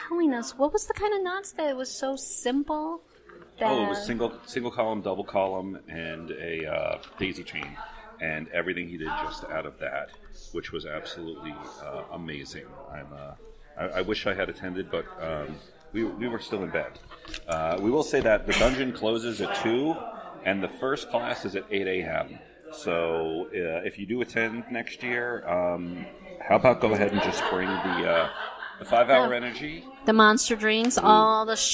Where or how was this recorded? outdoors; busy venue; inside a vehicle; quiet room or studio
busy venue